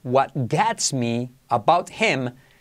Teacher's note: T como R suave, saltamos la H y como E. What gets me about him is that he's always late.